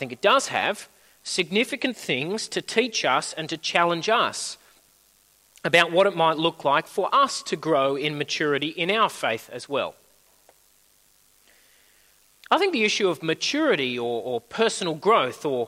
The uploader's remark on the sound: At a Church in the Graveyard service